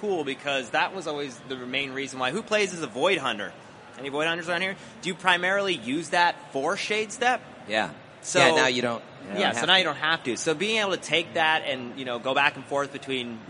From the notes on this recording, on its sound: live from GuardianCon 2017